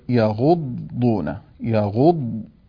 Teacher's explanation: فعندما ننطق يغضون يغض، ننطق الضاد الساكنة التي تخرج من حافتي اللسان مع ما يليها من الأضراس العليا، يغضون عند الضاد الساكنة معها استطالة، يغضون أصواتهم، ثم ننطق بضاد مضمومة متحركة.